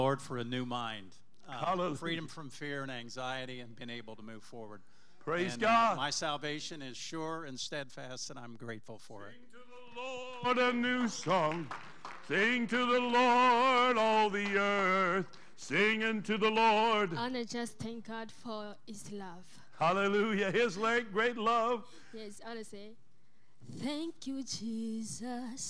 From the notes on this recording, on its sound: Trinity Church Live